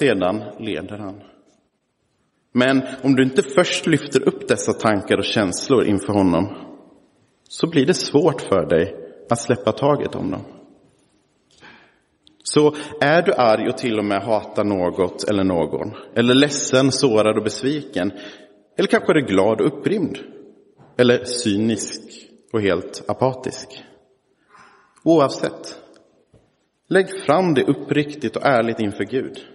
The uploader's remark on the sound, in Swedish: Inspelad i Roseniuskyrkan den 19 november 2023.